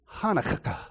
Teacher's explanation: But in classical Hebrew, they use the dagish to indicate an intensification or a doubling of a consonant. So the kaf with a dagish in classic Hebrew really did sound like two K's pronounced in quick succession · Term: double K sound